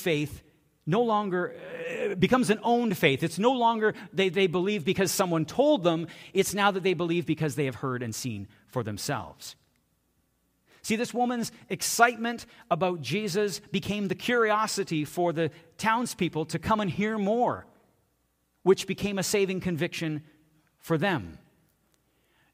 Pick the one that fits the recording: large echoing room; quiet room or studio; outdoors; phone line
large echoing room